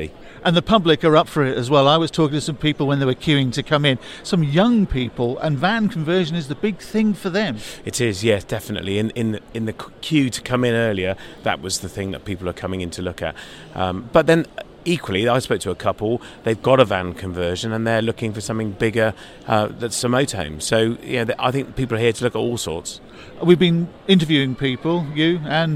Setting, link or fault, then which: setting, busy venue